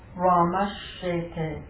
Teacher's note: Sibilants, a dental sibilant, followed by palatal sibilant. the dental sibilant has to go to the palatal